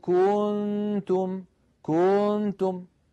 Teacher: المطة الزائدة ولدت من ضمة الكاف واوا، أي زادت حرفا، زادت حرفا في التلاوة، وهذا خطأ شنيع. · Term: التمطيط